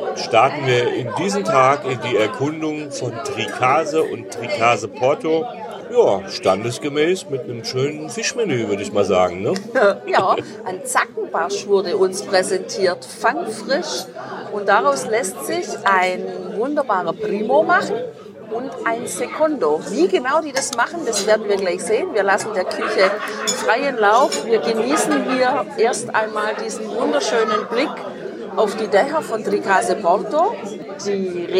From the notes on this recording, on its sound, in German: Mit einem leichten weißen Bombino im Glas und einem herrlichen Blick über das tiefblaue adriatische Meer berichten wir dir live aus einem Ristorante oberhalb von Tricase Porto.